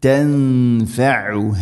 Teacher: തൻഫഉഹ ഐന് ഹ മഖ്റജുകൾ ശ്രദ്ധിക്കുക, ഐന് തൊണ്ടയുടെ മധ്യഭാഗം, ഹ തൊണ്ടയുടെ താഴെ ഭാഗം.